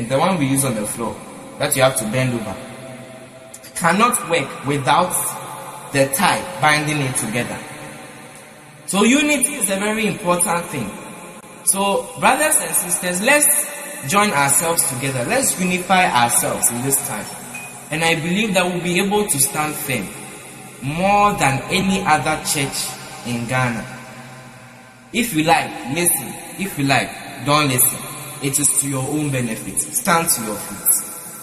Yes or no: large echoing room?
yes